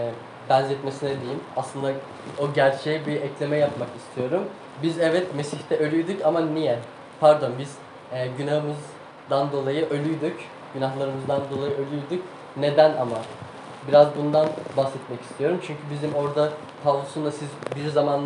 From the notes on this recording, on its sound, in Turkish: Ses kalitesi için kusura bakmayın